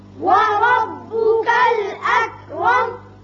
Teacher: اقرا اقرا، وربك الاکرم وربك الاکرم، ورب را پر ہوگا، الاکرم را جو ہے اس کے اوپر زبر ہے، پھر پر کریں گے، میم ساکن ہو جائے گا آیت ختم ہونے کی وجہ